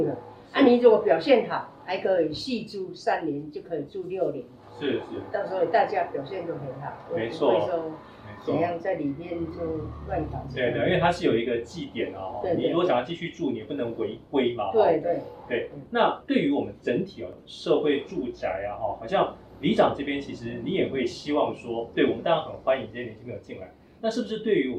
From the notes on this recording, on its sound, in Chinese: 當天路旁有施工作業，。音質上有一定程度的影響，。